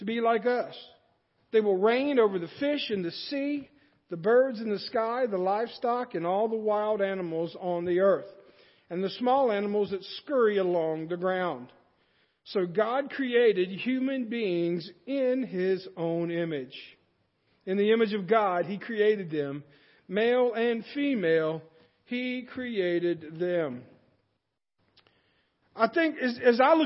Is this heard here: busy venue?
no